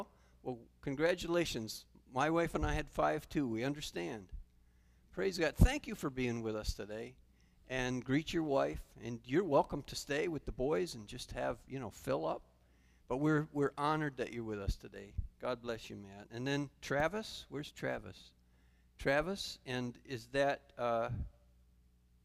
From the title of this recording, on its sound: Calvary Assembly of God live Stream